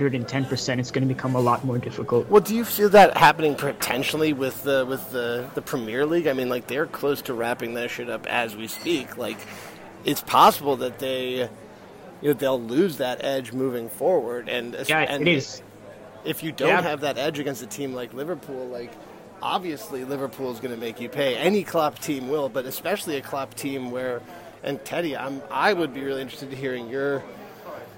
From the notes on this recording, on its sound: Recording from a pub at JFK airport (of course).